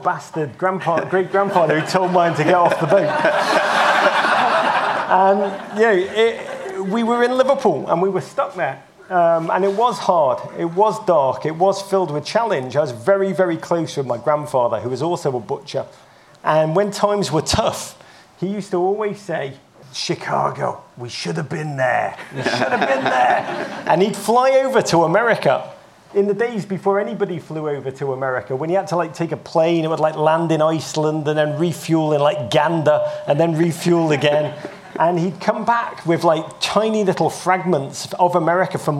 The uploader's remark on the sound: Live From Travel Week. In this Travel Week chat.